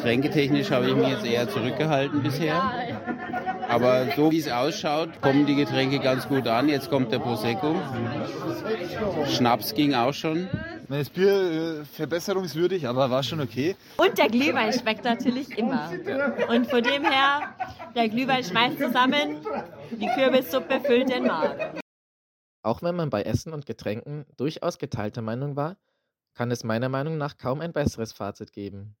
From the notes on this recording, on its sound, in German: Versammelte die knowis AG, ein Softwarehersteller aus Regensburg, ihre MitarbeiterInnen in einer Verweilhütte des Thurn und Taxis Christkindlmarktes, um das zu Ende gehende Jahr gebührend zu feiern. Live für euch vor Ort und fand heraus, was auf der Weihnachtsfeier alles so passiert ist.